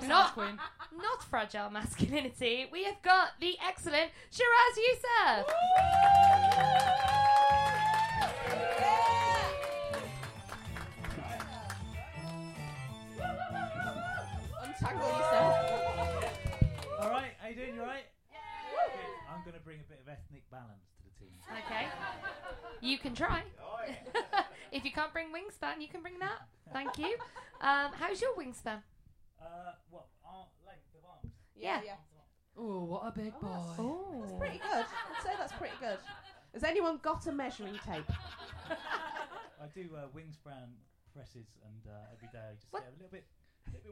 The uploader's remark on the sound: Live from EdFringe. The Comedy Arcade is coming at you LIVE from Edinburgh Fringe! Underbelly Bristo Square. Late night Edinburgh Fringe 2023.